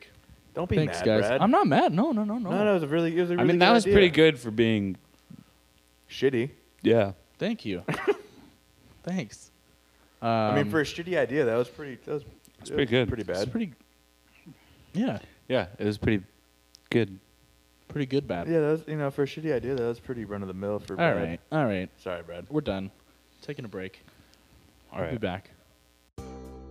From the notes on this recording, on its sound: We decided to add some extra hum to the recording...sorry about that.